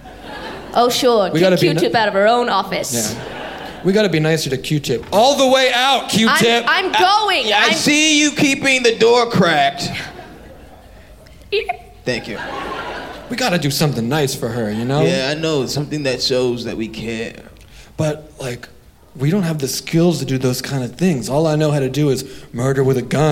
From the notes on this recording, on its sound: live from Clusterfest in San Francisco